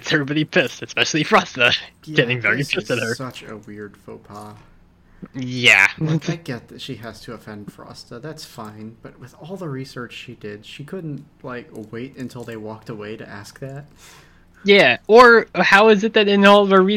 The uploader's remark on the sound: Also, it's the beach episode! There were significant audio problems with the recording of this episode, resulting in a tinny sound, as if we were being projected from an old speaker.